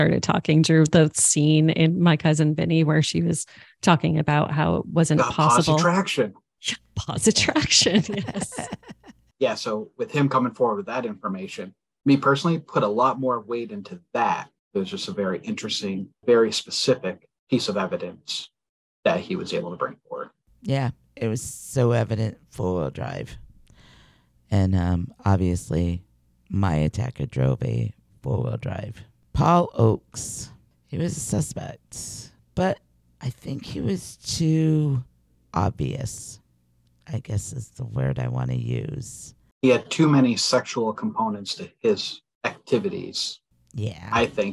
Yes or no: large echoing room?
no